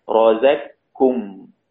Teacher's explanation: تدخل القاف في الكاف فلا يوجد أثر لها، ننطق ننطق كاف مشددة، رازاكم. · Term: إضغام كامل